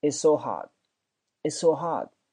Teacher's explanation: hot 那个 t 是不发音的